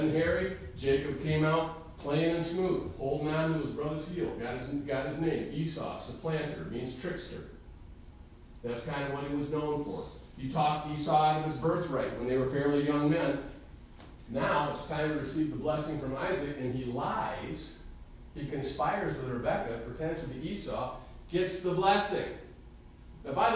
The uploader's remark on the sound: Recorded live in the Sunday Morning service at Calvary Baptist Church of Caseville.